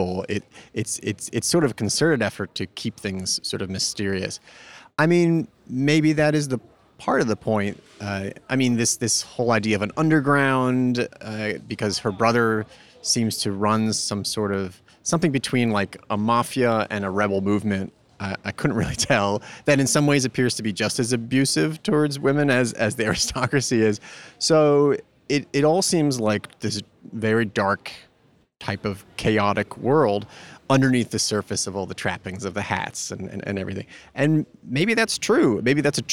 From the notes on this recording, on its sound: in an undisclosed garden location at the Venice Film Festival